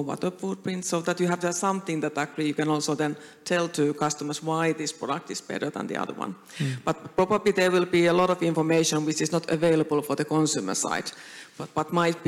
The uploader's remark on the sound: We revisit a talk from the Helsinki edition held in May of this year. In this live panel talk.